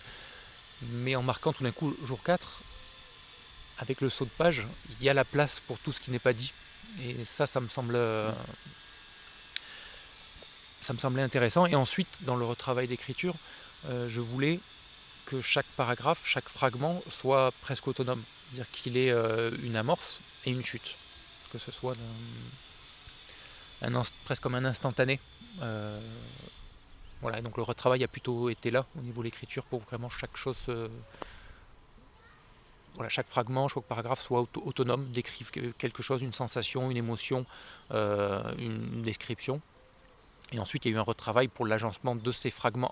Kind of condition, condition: setting, outdoors